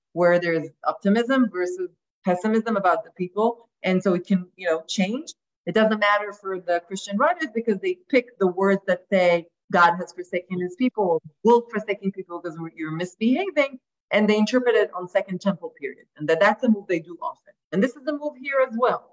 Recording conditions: video call